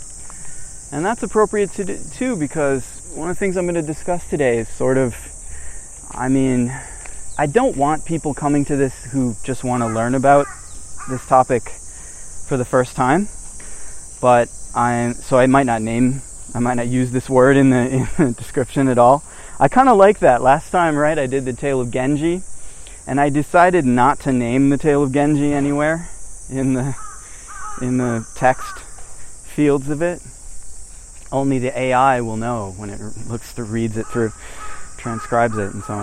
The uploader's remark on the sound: I record while walking through a midsummer Japanese mountain forest